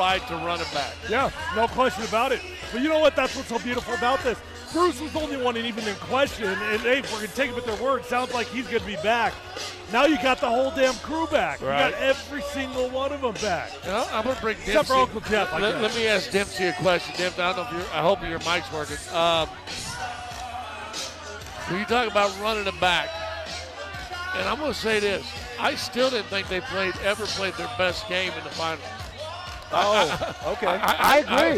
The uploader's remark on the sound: live from Civic Center park covering the rally and the post-parade pandemonium